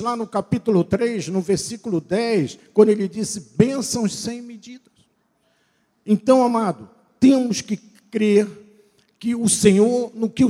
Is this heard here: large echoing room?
yes